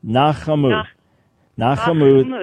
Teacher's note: Na, and then the C-H-A, Cha, and then M-U, Mu. Nachamu, and the accent is on the last syllable.